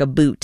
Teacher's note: Canadian raising, which is basically where you say things like a boot instead of about